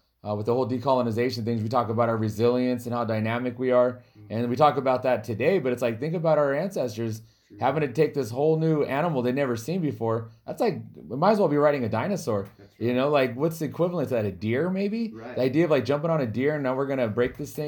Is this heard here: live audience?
no